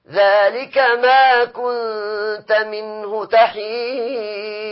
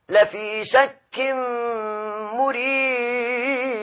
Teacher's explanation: مثلا سأقول هكذا: في ضلال بعيد بعيد، مثلا ذلك ما كنت منه تحيد، مثلا لفي شك مريب، هكذا قلقلة فقط بدون أي تحريك للحرف، قلقلة خفيفة جميلة تبين أن فيه قلقلة ولا تحرك الحرف